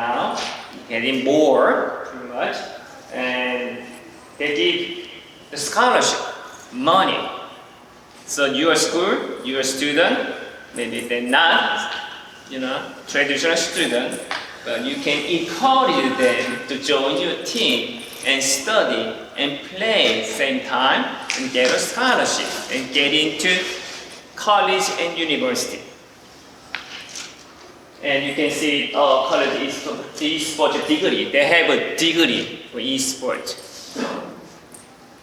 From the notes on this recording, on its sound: In this episode, I and two of my dissertation committee members present a introduction esports presentation at the 2022 GaETC Conference in Atlanta, GA.